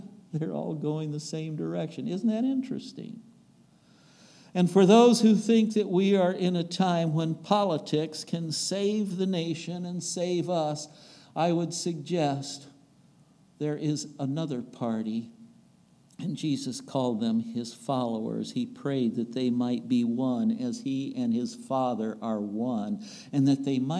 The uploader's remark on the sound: recorded on September 3, 2022, at the Ringgold Seventh-day Adventist Church.